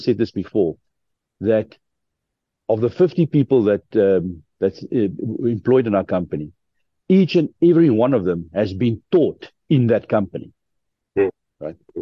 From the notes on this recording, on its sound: The Transformation Table Zoom Meeting 7 September 2023